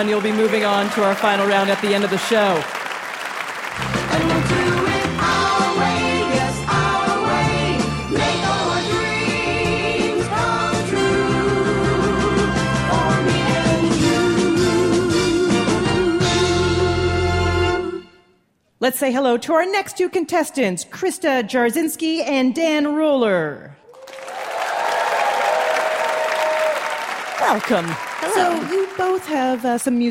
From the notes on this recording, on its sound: Recorded at Milwaukee's Pabst Theater.